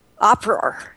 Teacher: at the end of the words that end in an A, they end in R, they add an R sound · Term: Boston accent